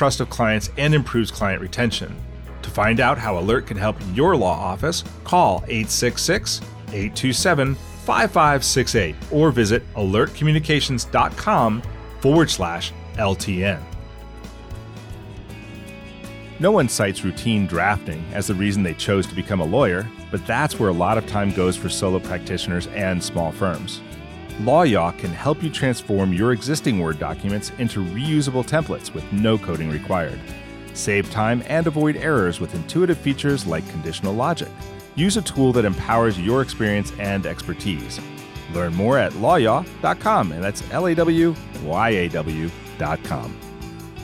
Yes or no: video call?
no